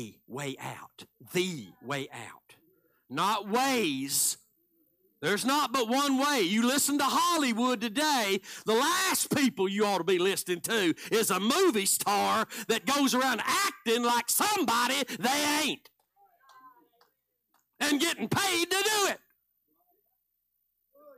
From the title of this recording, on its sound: Live Sunday Morning Service